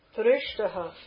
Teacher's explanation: you've got a palatal sh followed by a ta